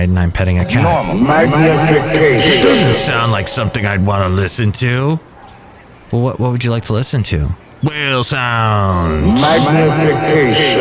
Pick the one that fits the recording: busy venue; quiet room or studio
busy venue